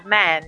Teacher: você abre a boca pro A, mas na verdade fala E